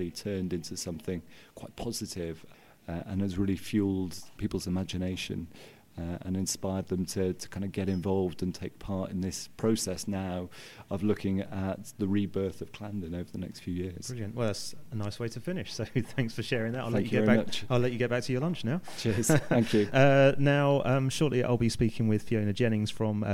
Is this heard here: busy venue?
yes